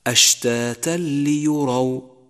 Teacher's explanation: جاء التنوين وجاء بعده حرف اللام، أدغم التنوين في حرف اللام وشدد حرف اللام وانتفى أثر الغنة · Term: إدغام بلا غنة